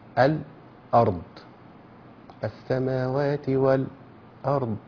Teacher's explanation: فبيقف قبل الهمزة مقدار حركتين كده بدون تنفس، ده اسمه السكت.